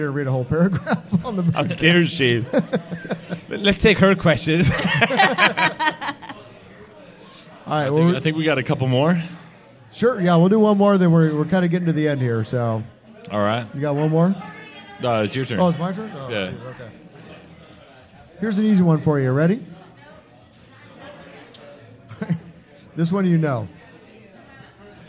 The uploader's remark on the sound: Recorded live at Brendan's Irish Pub.